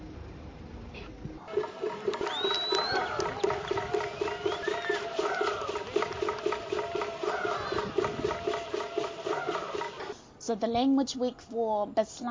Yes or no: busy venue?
yes